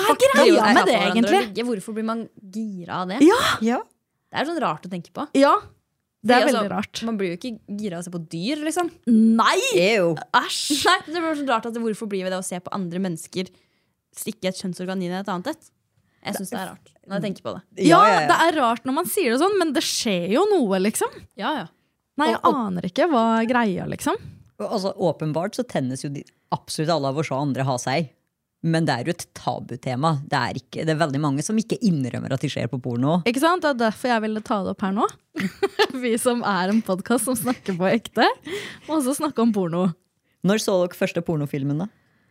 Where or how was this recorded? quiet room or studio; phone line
quiet room or studio